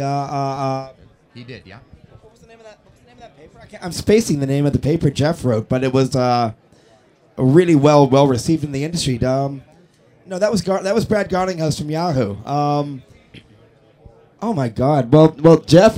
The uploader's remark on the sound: SES New York 2007 On Location. Live from the show floor.